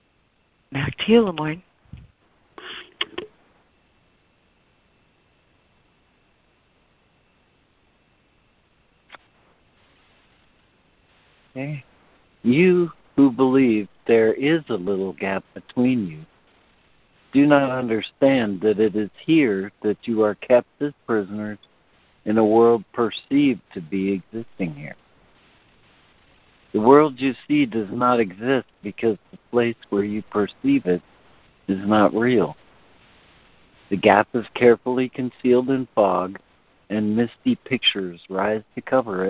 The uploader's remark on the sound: ACIM Daily Conference Call